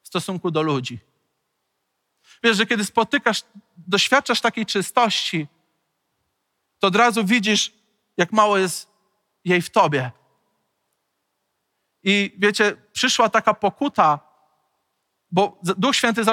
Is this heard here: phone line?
no